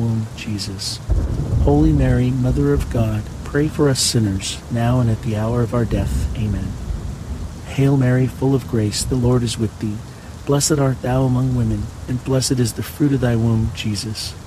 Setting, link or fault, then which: fault, sounds in the background